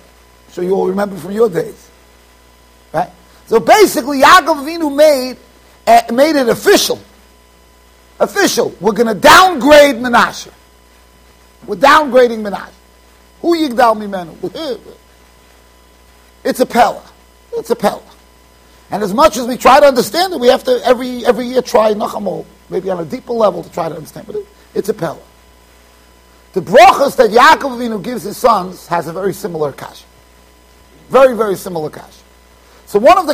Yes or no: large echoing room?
yes